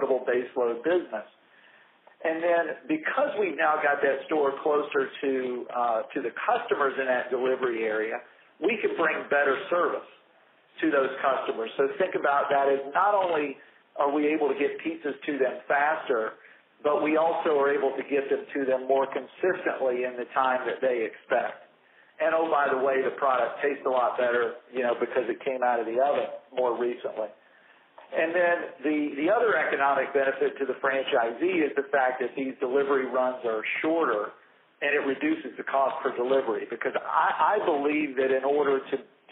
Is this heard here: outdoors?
no